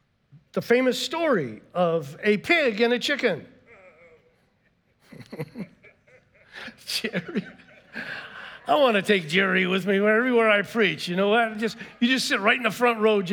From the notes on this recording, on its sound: was preached on March 13th at the 10AM service